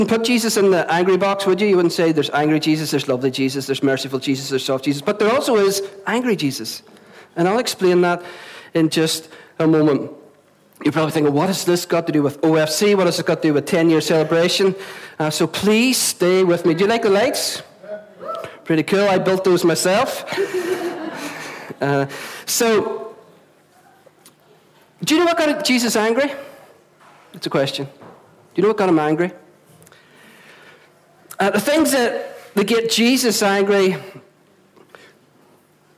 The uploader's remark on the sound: at our Sunday Celebration on 20th November 2016, recorded at 11am at our Storehouse Venue